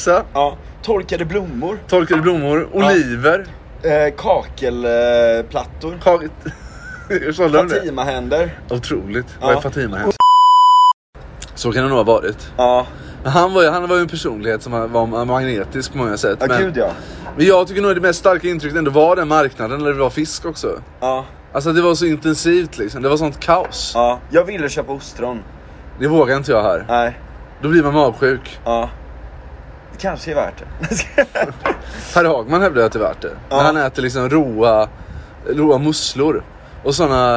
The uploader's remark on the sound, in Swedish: Dåligt ljud, avsnittet är inspelat på en takterass med massa pastis och cigg i kroppen och tutande bilar som bidrar till kaoset i denna episod.